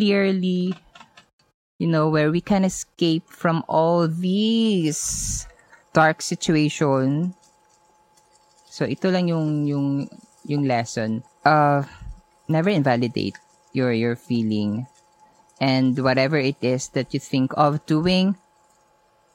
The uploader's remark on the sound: When I decided to build a hut at my grandpa’s property a kilometer away from the barrio. Recorded straight from my little house, I share these lessons while preparing my breakfast.